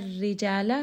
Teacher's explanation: ra here is going to be light because it has a kasra